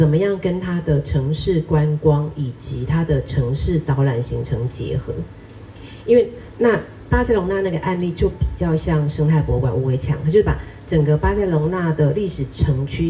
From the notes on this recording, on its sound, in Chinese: 本集節目為《臺北．城市．博物館》新書座談活動側記音檔。活動現場錄音，聲音無法與錄音室匹敵，敬請見諒。臺北．城市．博物館》新書講座。